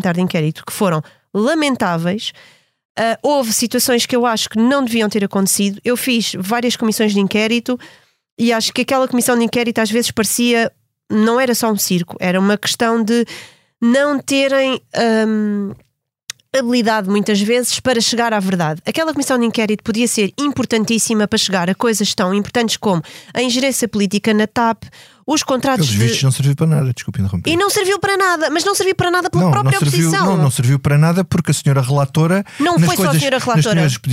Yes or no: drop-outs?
no